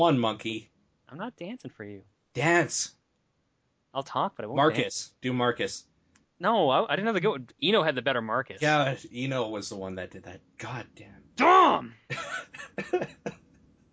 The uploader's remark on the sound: Last minute this turned into a live show, chatroom full podcast. I personally don’t feel this is indicative to the type of quality recordings we have put out in the past before or can produce.